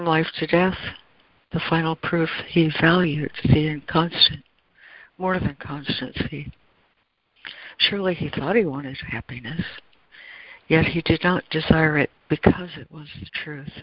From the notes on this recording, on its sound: ACIM Daily Conference Call.